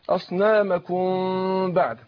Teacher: أخفينا الميم عند الباء إخفاء شفوي هنا مع الغنة حركتين